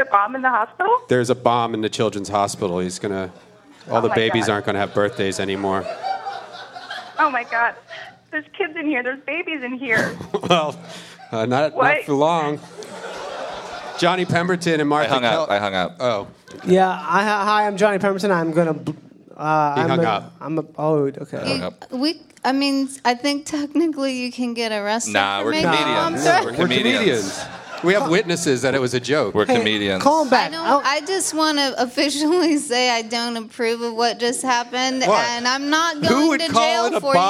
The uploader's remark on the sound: BONE ZONE #222 LIVE IN AUSTIN